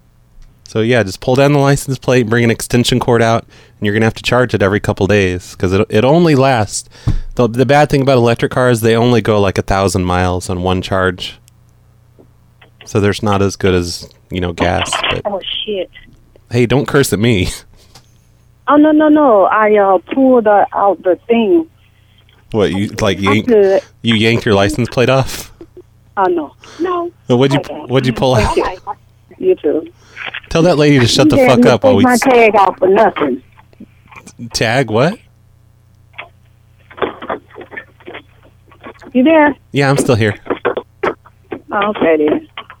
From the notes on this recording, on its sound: Prank Phone Calls Collection